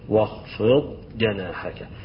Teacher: الضاد لا تقلقل، ولكن الضاد من حروف الاستطالة، إنك بتطول وتقف عليها وانت بتقرأها وبعدين تجيب الحرف اللي بعدها